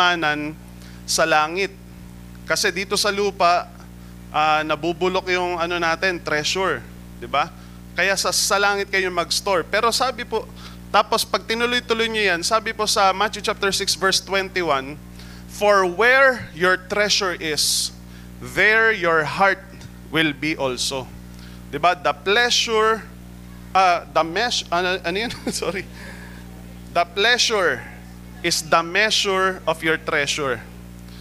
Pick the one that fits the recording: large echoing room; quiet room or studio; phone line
large echoing room